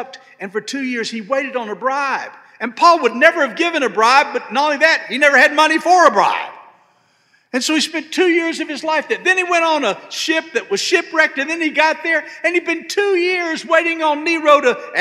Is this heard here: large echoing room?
yes